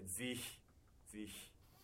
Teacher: 前の母音がイなのでぜひぜひイの口でこの息を立ててるわけです。